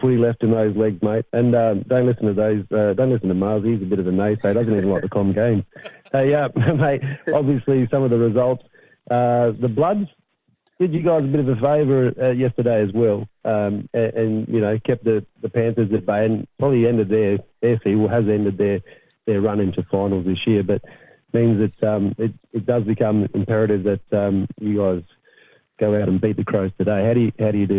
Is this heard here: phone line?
yes